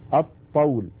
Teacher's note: فإذا يحولون لام التعريف إلى الحرف الذي جاء بعدها، مثلا هذا المثال الطول، يحولون اللام إلى طاء فيصير عندي طاءان، طاء ساكنة وطاء متحركة أي متماثلان، والأول ساكن فيدغمون الطاء الأولى في الثانية فيقولون الطول. · Term: اللام الشمسية